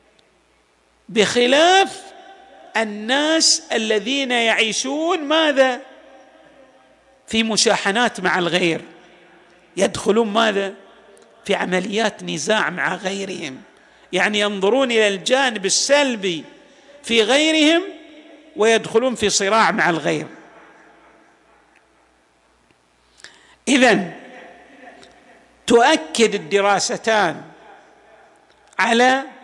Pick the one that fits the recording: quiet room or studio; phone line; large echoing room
large echoing room